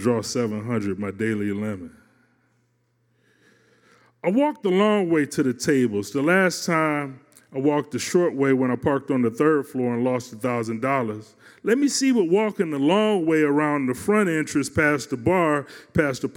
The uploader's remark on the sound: As they experience the accompanying song covered by our house band, live at Martyrs in Chicago's North Center neighborhood.